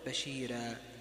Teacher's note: بشيرا راء مفتوحة وقبلها ياء ساكنة، فورش يقرأها بترقيق بشيرا، باقي القراء ومنهم حفص بالتفخيم.